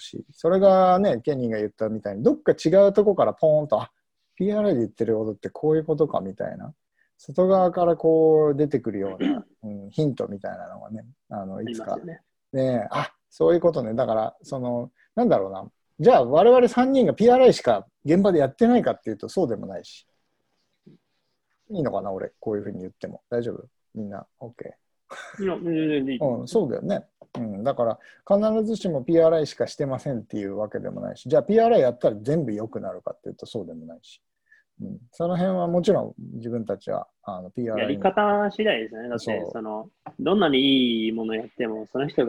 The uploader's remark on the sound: While staying at home. Q&A zoom session by PRI Japan Faculty.